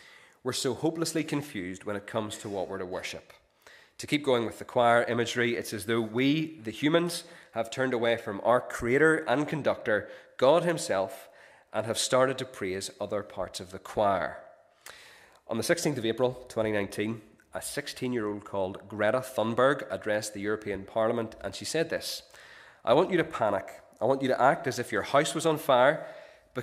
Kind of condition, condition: setting, large echoing room